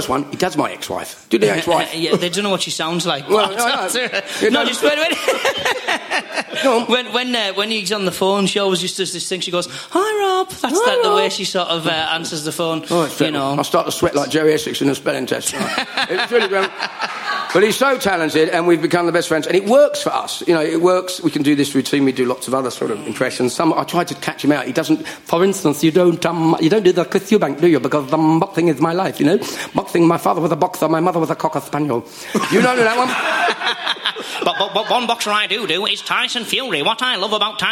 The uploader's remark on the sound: Recorded at our private #SpursShowLIVE exclusively for Spurs Show Season Ticket Holders. We’re giving it to you in full length, unedited fashion. The live audience for this live podcast.